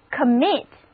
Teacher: 我们再来看另外一个含有词根 MIT 的单词 commit，重音还是放在第二个音节上